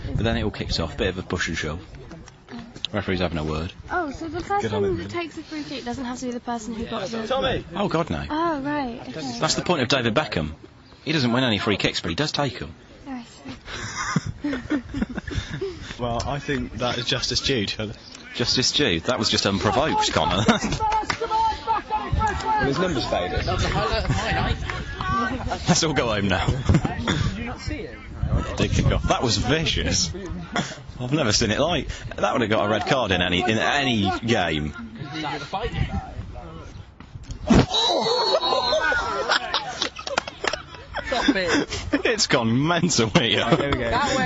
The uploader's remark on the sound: We took a mic down to Brackley Town's penultimate game of the season and commented on what was a thrilling encounter between two top young teams.